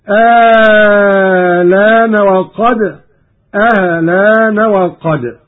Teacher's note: قرأ قالون بإبدال الهمزة الثانية مع المد الطويل، وهذا الوجه هو المقدم في الأداء، وله تسهيلها مع القصر مع نقل اللام هكذا آلان وقد آلان وقد.